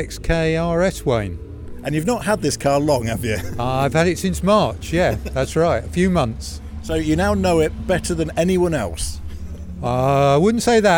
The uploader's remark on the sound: Castle Combe Track day special. On this week's podcast we take a slightly different format as we go out 'live' from the JEC track day at Castle Combe.